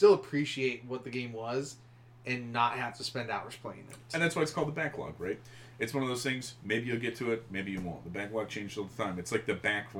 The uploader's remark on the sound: Sorry about the audio being a little low! We were still kinda figuring things out.